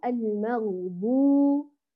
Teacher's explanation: الضاد هنا يا غاليات ممدودة، كمان نعطيها حركتان، المغضوب، وبعد ذلك ننتبه للباء، المغضوب بإتمام كسر الباء.